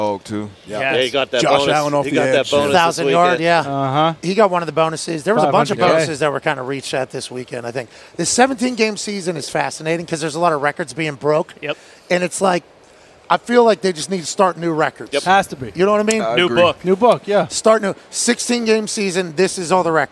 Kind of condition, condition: setting, busy venue